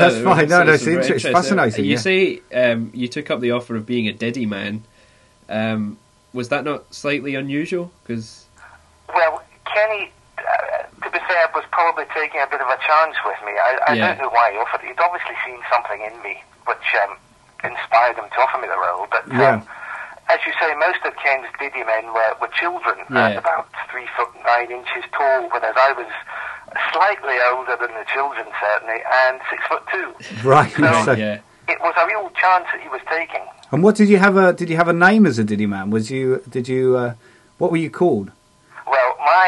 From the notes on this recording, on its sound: Take calls from listeners in 'The Electric Head phone-in'.